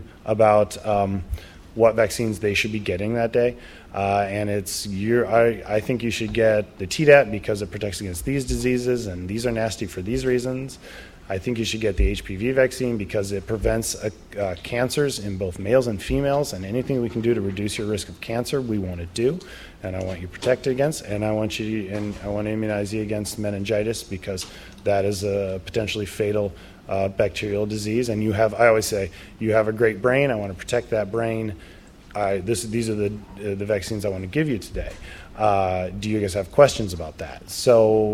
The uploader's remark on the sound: Live at NFID. Traveled to Bethesda, MD to record a live episode at NFID's Vaccinology Course.